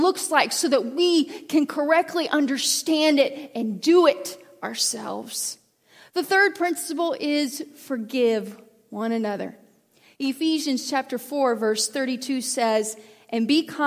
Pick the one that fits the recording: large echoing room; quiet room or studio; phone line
large echoing room